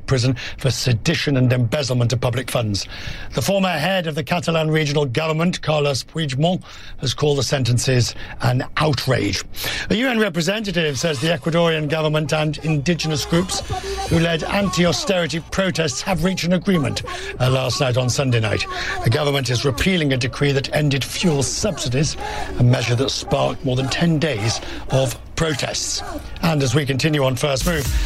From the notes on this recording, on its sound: live from the New York Stock Exchange